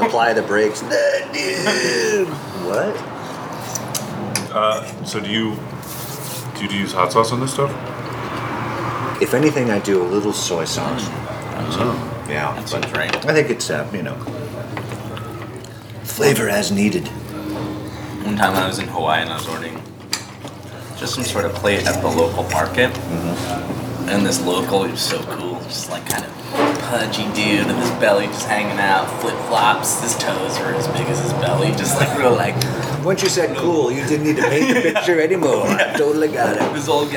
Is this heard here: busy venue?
yes